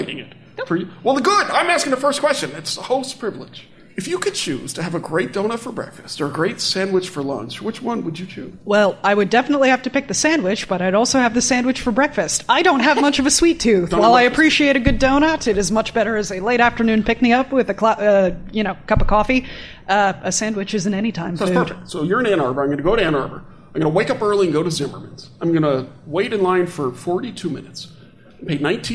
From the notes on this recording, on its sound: We're live from the Great Lakes Sea Grant Network Meeting in Evanston, Illinois.